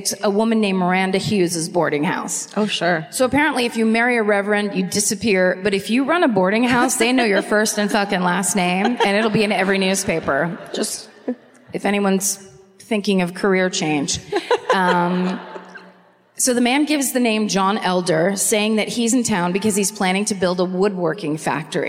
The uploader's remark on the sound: Live at the Fox Theatre in Detroit, MI (2019)